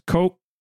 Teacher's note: the apostrophe is a glottal stop